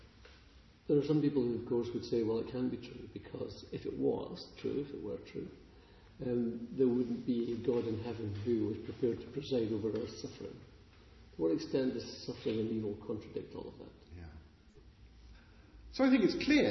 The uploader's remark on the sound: Interview recorded on 21st March 2019, in the chapel at Wycliffe Hall, Oxford